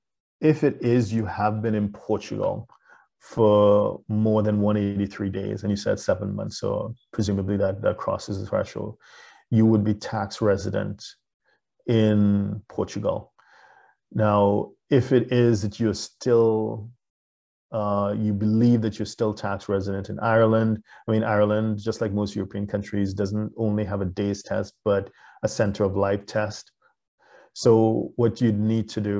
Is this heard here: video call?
yes